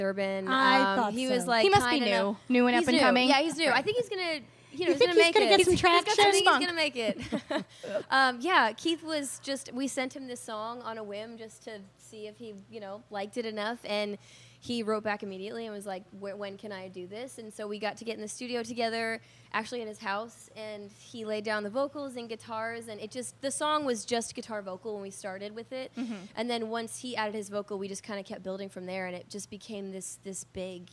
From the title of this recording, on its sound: Backstage At Sunday In The Country 2018